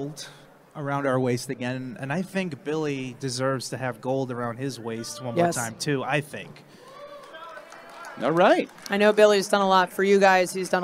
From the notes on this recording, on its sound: AEW Unrestricted was Live at Double or Nothing in FanFest.